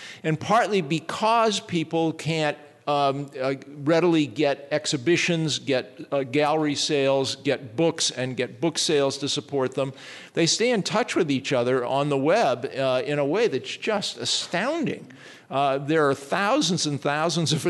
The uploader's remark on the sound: Held at the DNJ Gallery the panel held in front of a live audience.